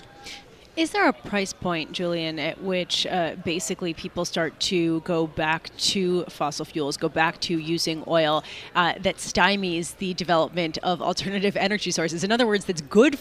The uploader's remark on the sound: Broadcasting Live from the Commonwealth Financial Networks Annual National Conference of Advisors, from the Marriott in Austin, Texas.